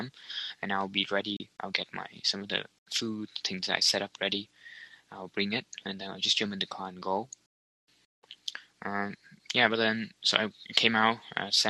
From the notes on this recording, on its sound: Some audio problem too, mostly mt internet connection.